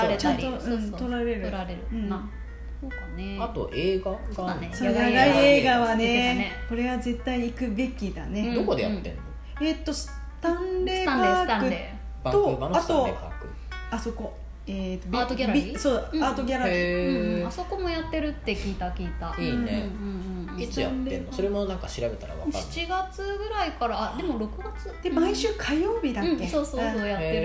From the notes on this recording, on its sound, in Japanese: 録音場所は、とあるホテルのキッチンのため、たまにキッチンを利用している音がします